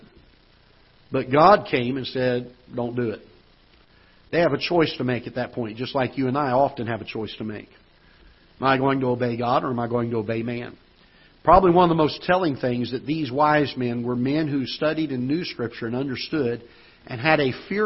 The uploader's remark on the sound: Ketha Heights Baptist Church ~ Live Broadcast